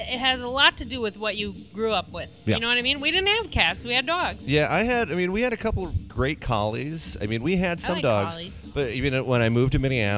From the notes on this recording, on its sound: We hide in a corner of Otter's Saloon